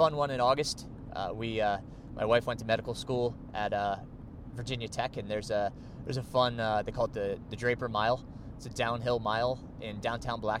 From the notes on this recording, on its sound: I recorded this episode while driving to NY to compete at the 50k National Road Championships.